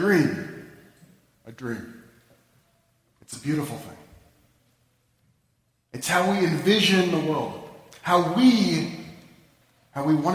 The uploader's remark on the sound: Delivered at the Annual Third Baptist - Emanu-El Interfaith MLK Service on 1-16-11